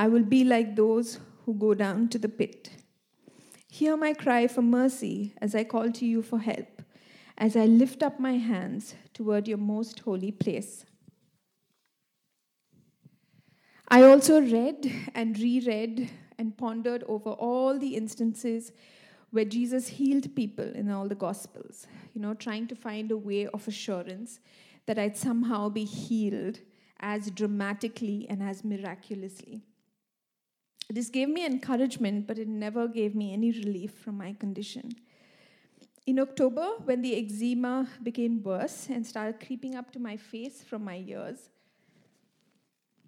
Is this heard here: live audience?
yes